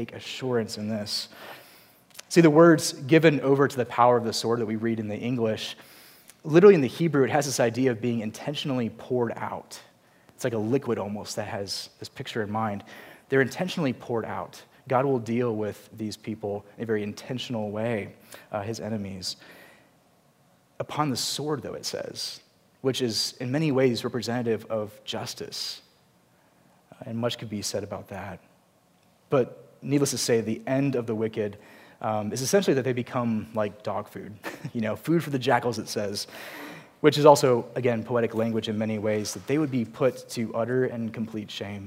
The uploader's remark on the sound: Preached at Grace Community Church, PCA (Charlottesville, VA)